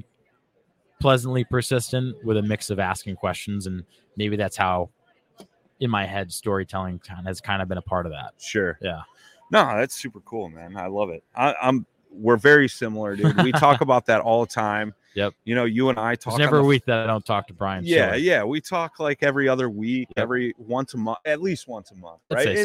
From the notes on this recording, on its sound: OG Show Live From ICast- Waypoint TV.